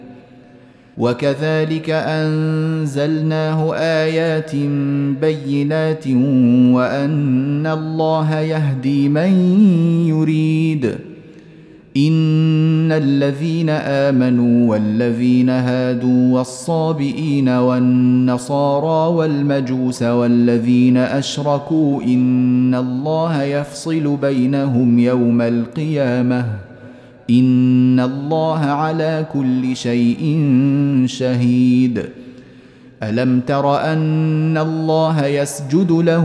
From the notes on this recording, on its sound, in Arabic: مسجل من صلاة التراويح بمسجد السلام بحي مشرفة بجدة.